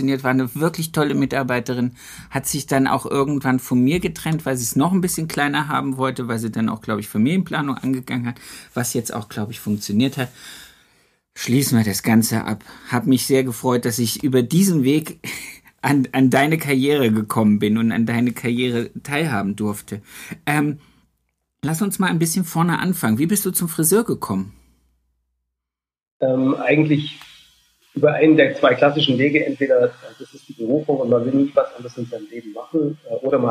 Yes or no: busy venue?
no